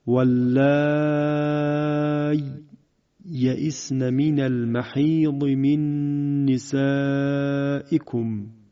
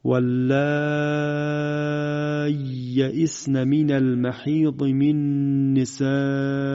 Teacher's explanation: اما وجه دوم با ادغام دو یا در یکدیگر · Shown in: second take